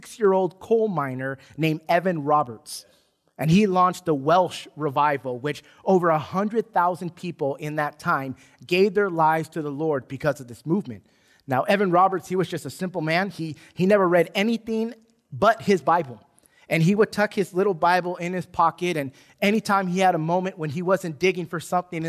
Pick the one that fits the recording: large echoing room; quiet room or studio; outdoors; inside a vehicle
large echoing room